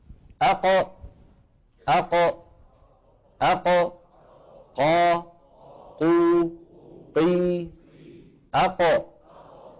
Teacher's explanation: أقصى اللسان مع الحنك اللحمي · Term: القاف